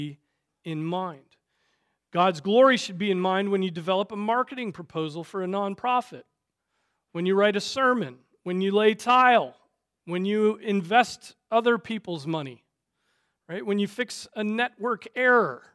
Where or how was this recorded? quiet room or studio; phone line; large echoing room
large echoing room